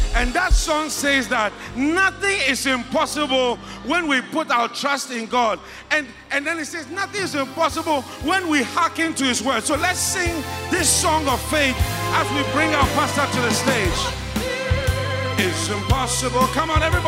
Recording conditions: live audience